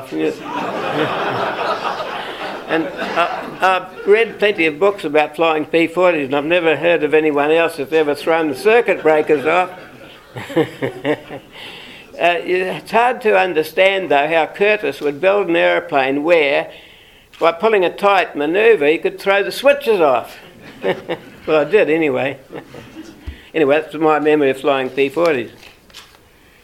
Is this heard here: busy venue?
yes